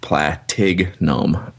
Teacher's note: You want to call it platinum, but it's the emphasis seems to be on the tig, on that second syllable there